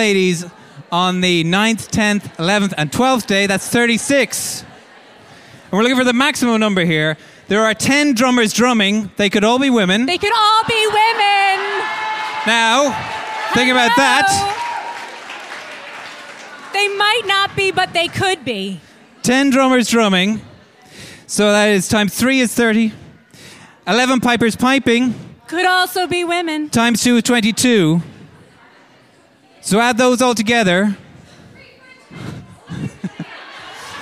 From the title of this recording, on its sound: Live at Yer Only mBan